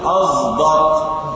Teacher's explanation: بعض القراء يشم الصاد زايد من قول الله تعالى أصدق · Term: الاشمام